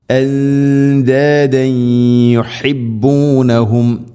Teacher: എന്താദൻ യുഹിബ്ബൂനഹും, തൻവീന് ശേഷം യാ, ഇദ്ഗാം ബിഗുന്ന, തൻവീനിനെ യാഇലേക്ക് കൂട്ടിലയിപ്പിച്ച് മണിച്ചുകൊണ്ട് ഉച്ചരിക്കണം